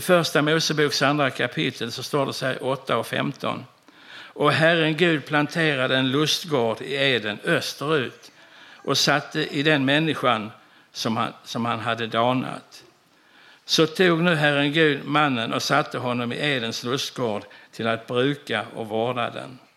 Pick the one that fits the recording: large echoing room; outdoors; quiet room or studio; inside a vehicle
large echoing room